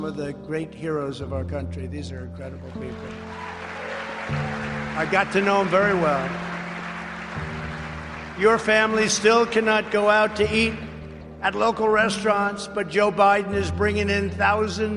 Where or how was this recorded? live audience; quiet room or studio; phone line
live audience